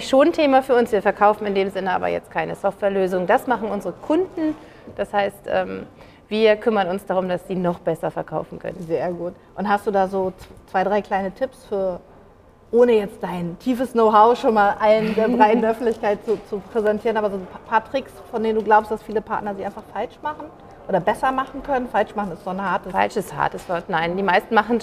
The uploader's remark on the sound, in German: Diese Woche servieren wir euch ein kurzes Anveo Café, das wir live auf der Companial Connect in Hamburg mitgeschnitten haben.